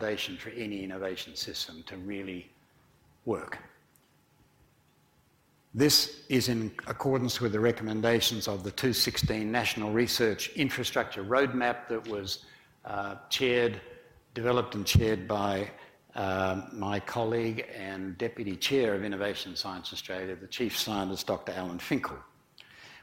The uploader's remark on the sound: IFE Grand Challenge Lecture, recorded on April 6 2018 at QUT